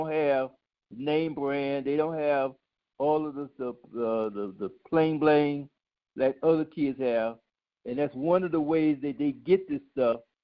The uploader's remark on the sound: Your phone calls all tonight